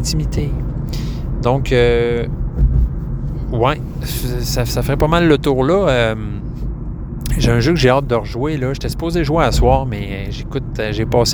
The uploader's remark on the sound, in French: L'épisode a été enregistré sur la 20 Ouest et la 73 nord en plein milieu du trafic. En pesant sur le gaz une fois de temps en temps.